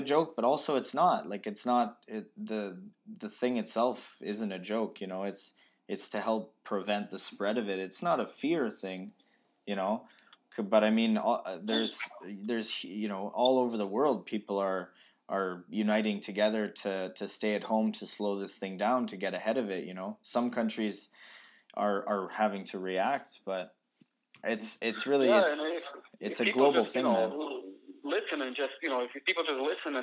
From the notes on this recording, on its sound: Over the phone this week while practicing social distancing and self-isolation due to coronavirus.